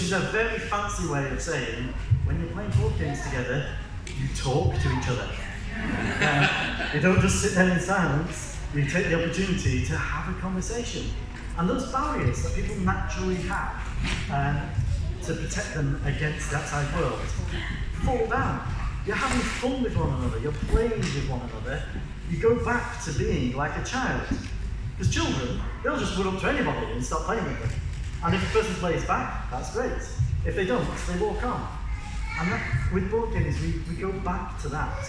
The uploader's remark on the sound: A recording of the talk I gave at New Wine United 19